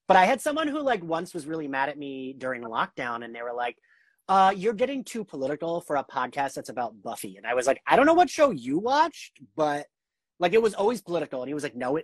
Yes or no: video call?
yes